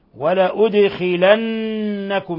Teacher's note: ولا أد، الدال ساكنة قلقل، ولا أدخلنكم، ثم النون مشددة تغن مقدار حركتين